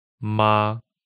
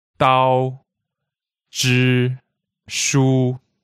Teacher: it's higher, a little bit higher in your vocal range and steady. It doesn't really change. It's constant. · Term: first tone